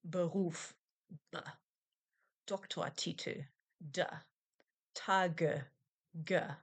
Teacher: B, D, and G are voiced if they are followed by a vowel, or at the beginning of a word. That is, they sound like the letters they do Alf English.